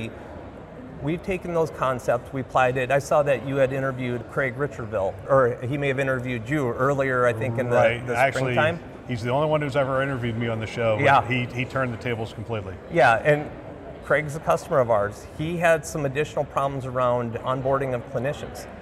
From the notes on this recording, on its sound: An Interview in Action live from CHIME.